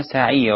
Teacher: الراء بس المفخمة، السين والعين والياء رقيقة